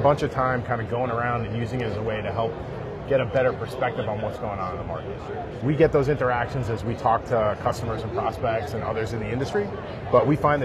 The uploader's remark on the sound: Interview in Action live from ViVe 2023